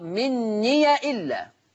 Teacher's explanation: قرأ ورش بفتح الياء فتقرأ مني الا